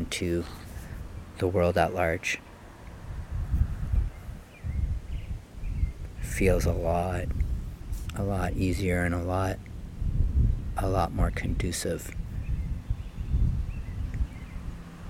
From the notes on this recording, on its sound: Recorded Live, Raw, unedited from behind the basilica in Maryhill